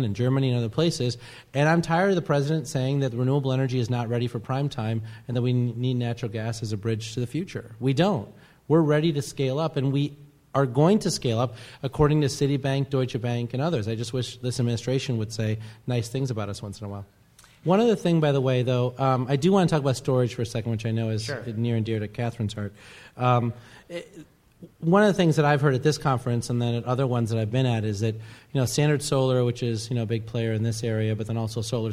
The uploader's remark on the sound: This week, we feature a live podcast from the MDV-SEIA Solar Focus 2013 conference in Washington, DC. The Gang took the stage. Many thanks to MDV-SEIA for inviting the Energy Gang for its first live show!